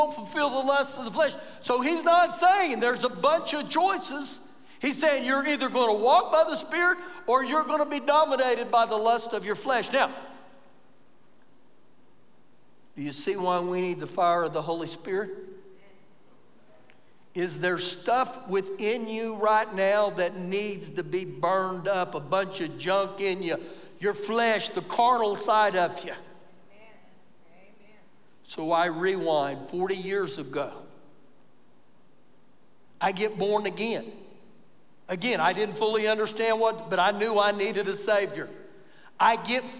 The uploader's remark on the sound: Recorded live during our Sunday morning service